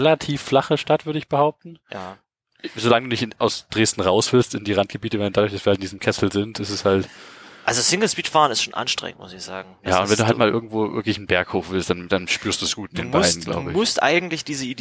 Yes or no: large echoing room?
no